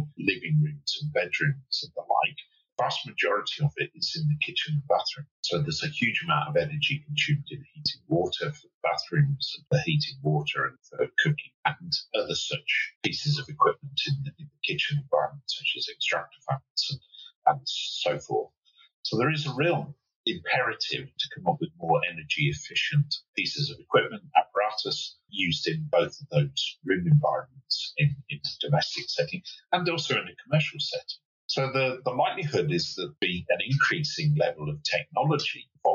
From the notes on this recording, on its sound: We"ll confess that some of the audio quality isn't great in this conversation but we wanted to put it out anyway.